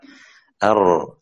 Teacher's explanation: أيضا نحبس فيه النفس، ما يكون في نفس في الراء